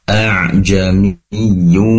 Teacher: di situ ada tanwin bertemu dengan waw, tentunya idgham bigunnah, idgham dimasukkan seraya mendengung.